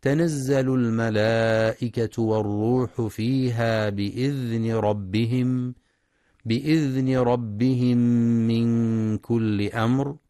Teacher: يخطئ بعض الطلاب فيقرأ تنزل بتاءين تتنزل، والصواب أنها بتاء واحدة. وينتبه القارئ للمد المتصل في الملائكة ولصفة الرخاوة في الذال في بإذن مع مراعاة إدغام المثلين الصغير في بإذن ربهم من.